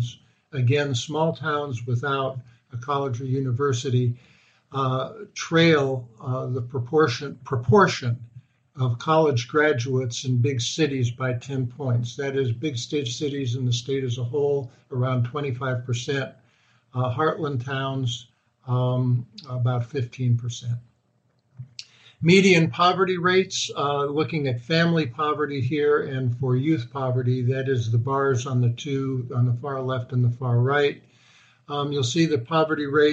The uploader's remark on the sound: Webinar Podcast.